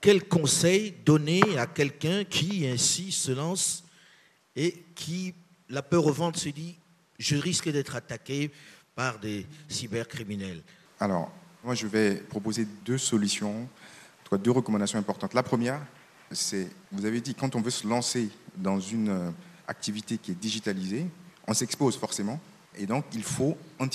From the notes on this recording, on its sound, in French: Ce débat a été enregistré à Abidjan dans le cadre de la 3ème édition du Cyber Africa Forum.